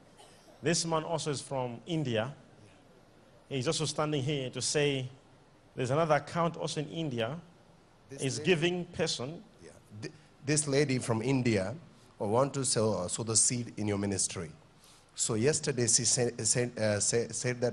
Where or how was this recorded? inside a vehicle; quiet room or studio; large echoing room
large echoing room